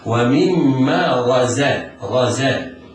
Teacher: لابد وأن يصحب الزاي الصفير